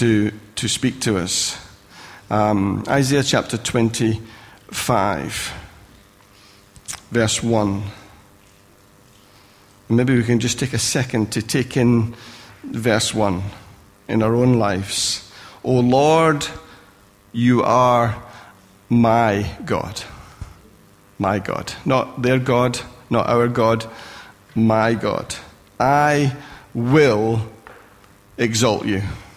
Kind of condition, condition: setting, large echoing room